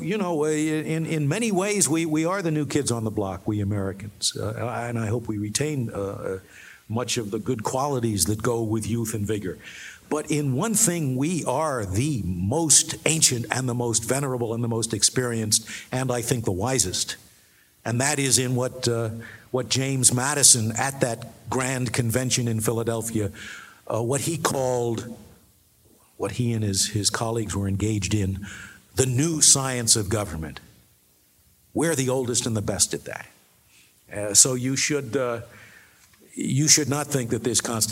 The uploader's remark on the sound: The Acton Institute's 7th Annual Dinner in Grand Rapids, Michigan. His remarks to those gathered at Acton's Annual Dinner.